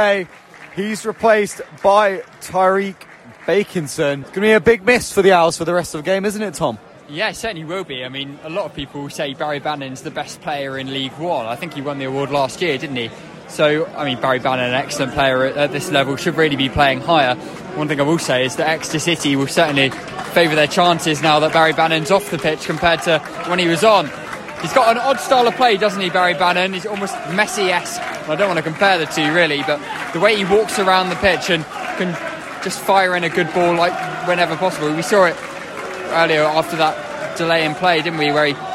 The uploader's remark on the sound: Listen to highlight commentary live from St James Park.